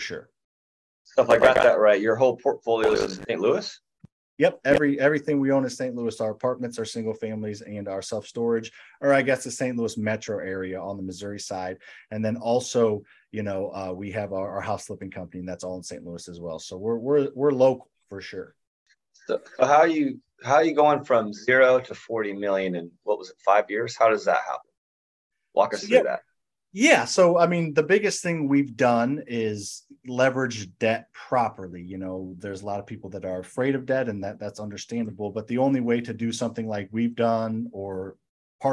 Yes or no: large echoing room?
no